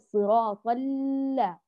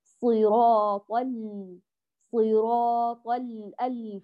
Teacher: المطلوب فقط أن تعطي اللام الأولى جريان جزئي للصوت، ثم تنتقلي للام الثانية مباشرة مع إتمام حركتها · Shown in: second take